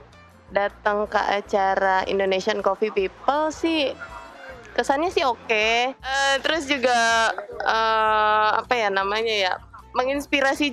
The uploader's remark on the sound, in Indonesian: Live report Indonesia Coffee People 2020, 13-15 Februari 2020, Hallf Patiunus, Jakarta.